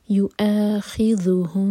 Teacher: یو آ یہاں پر واؤ نہیں پڑھیں گے، حمزہ پڑھیں گے اور کٹ آف ساؤنڈ کے ساتھ